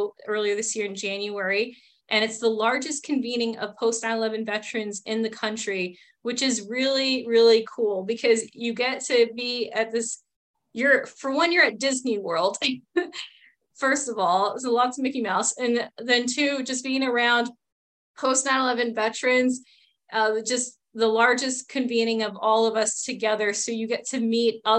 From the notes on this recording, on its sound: a recording from a recent “Conversations on Success Beyond Service” virtual event held in early August